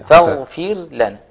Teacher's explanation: لابد من بيان صوت الغين ورخاوة اللي فيها يعني